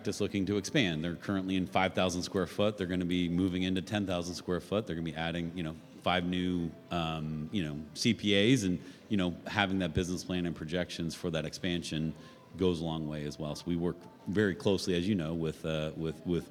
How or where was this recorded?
busy venue